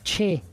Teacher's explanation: Yo no sé, o sea, el término decir, referirte a la CH como Che, no es una letra, es un par de letras. Y el término técnico de la Che es que es una africada palatal